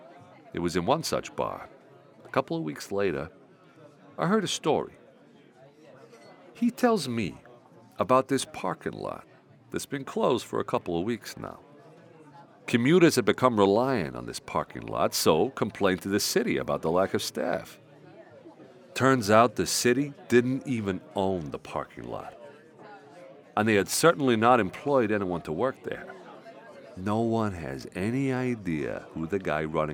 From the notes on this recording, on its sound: (Interior.), Applause at concert, audience of 50 people.